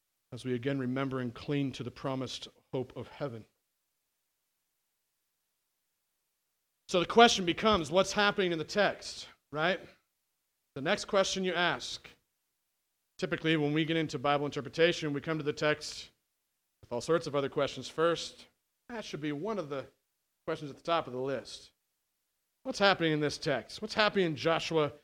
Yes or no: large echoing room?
yes